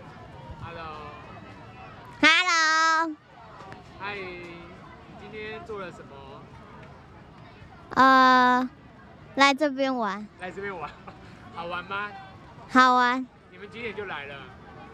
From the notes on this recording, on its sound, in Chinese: 北投兒童人權園遊會活動中，孩子們的真實聲音。本集收錄了 2021 年我們攤位參加由台灣親子共學教育促進會舉辦的兒童人權園遊會攤位，我們所設置的錄音闖關活動。前面七分鐘是將來訪攤位的各個家庭的聲音所合成的第一個段落。